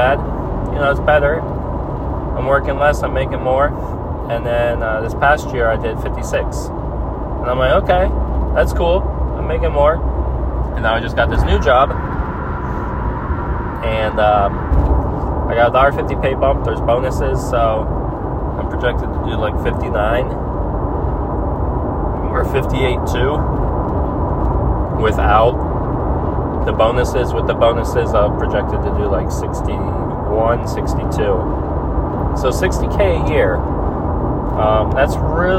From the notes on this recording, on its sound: I talk while driving home from work